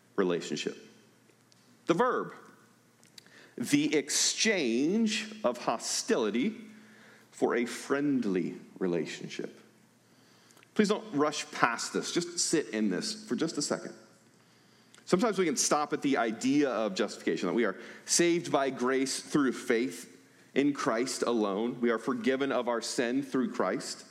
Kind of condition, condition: setting, large echoing room